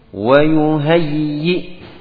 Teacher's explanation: kemudian pada hamzahnya benar-benar dimatikan, dihentikan ya suara dan nafasnya.